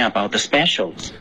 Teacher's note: about 的这个结尾的呜嘴唇要再紧一点